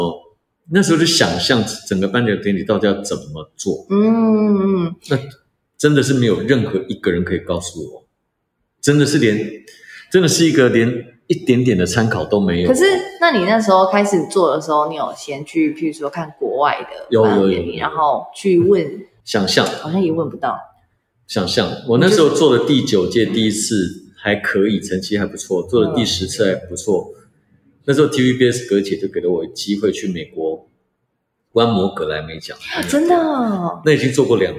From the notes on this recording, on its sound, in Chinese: 遠距錄音，延遲和音質問題陸續解決中，請多包涵